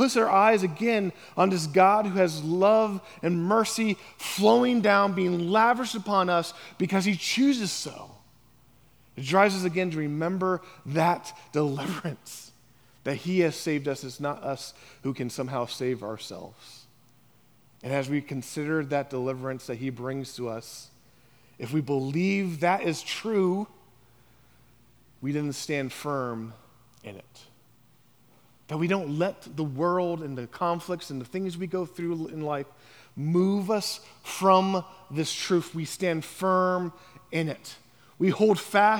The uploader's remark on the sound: on the morning of September 10, 2023, at Chaffee Crossing Baptist Church